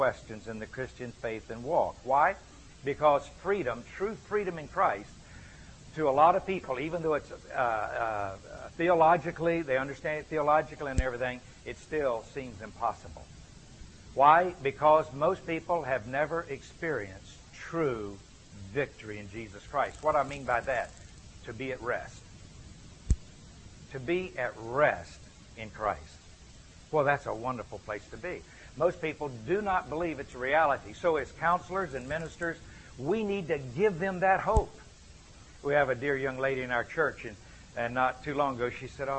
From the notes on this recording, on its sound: gave this lecture at an Exchanged Life Institute